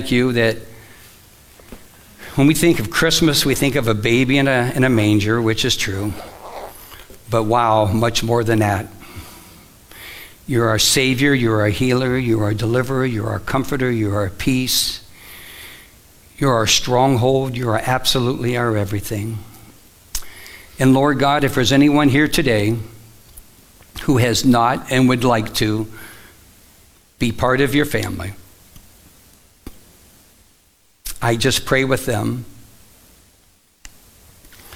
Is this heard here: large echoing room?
yes